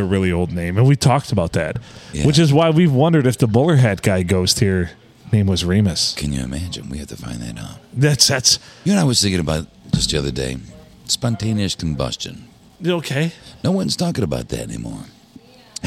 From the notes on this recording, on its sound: We record on a Monday night at the Blue in lovely Port Sanilac.